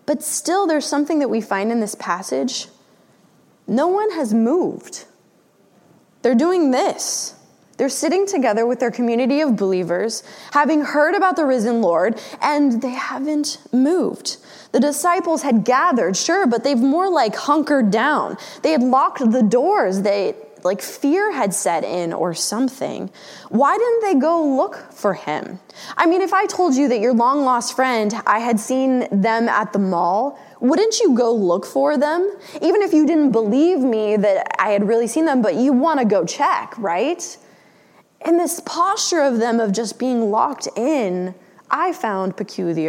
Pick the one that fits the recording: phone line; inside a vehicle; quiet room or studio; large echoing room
large echoing room